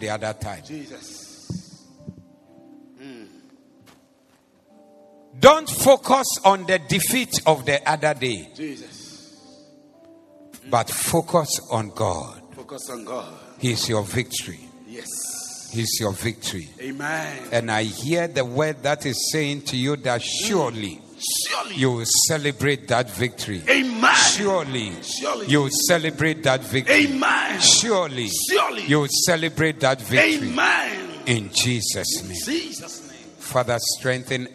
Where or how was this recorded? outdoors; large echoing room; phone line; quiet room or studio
large echoing room